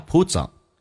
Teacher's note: puts 跟 on 有一个连音，这个词一般会浊化变成子